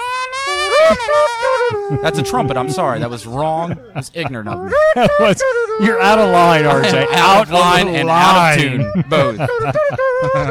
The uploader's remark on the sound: Live from The Downtown GrooveFEST in Cambridge MD